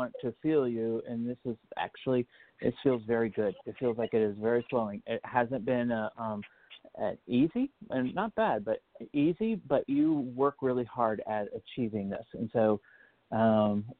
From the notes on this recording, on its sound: An international live show where callers can get psychic-medium readings